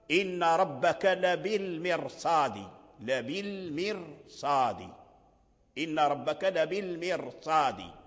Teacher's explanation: الراء الساكنة مرققة بعد الكسر، أصبحت مفخمة لأن حرف الاستعلاء جاء بعدها مباشرة